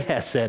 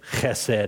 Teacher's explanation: Now, you can say chesed if you want, and that's probably the Missouri way, but if you want to get that real Hebrew guttural in there, you say chesed and clear your throat just a little bit · Shown in: second take